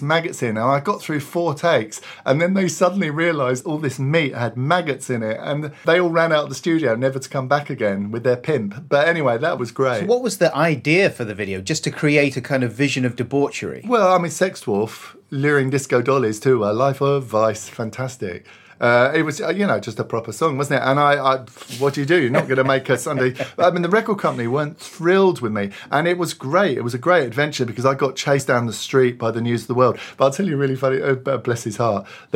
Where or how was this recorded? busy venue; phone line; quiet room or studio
quiet room or studio